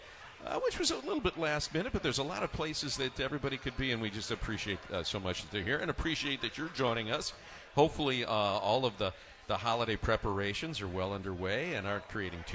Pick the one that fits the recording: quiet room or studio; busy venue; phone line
busy venue